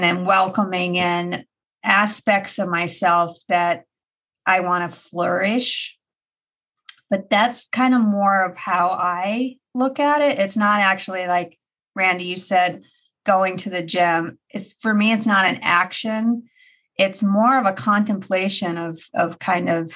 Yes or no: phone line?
no